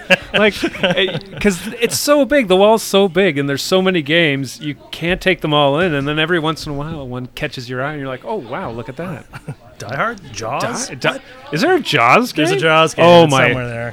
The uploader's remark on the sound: Broadcast live from The Adventurer's Guild Cafe in Downtown Kitchener